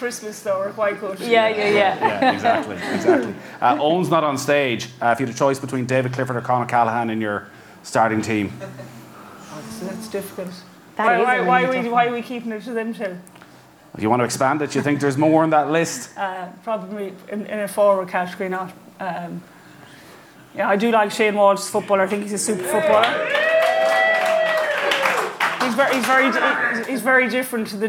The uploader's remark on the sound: live in Galway